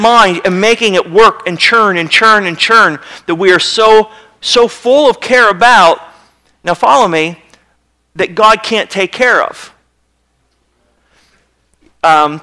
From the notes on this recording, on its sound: Sermon was recorded March 15, 2009 at Northside Baptist Church of Elkhart, Indiana